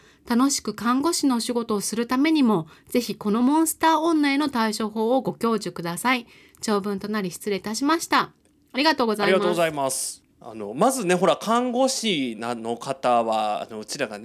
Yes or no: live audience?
no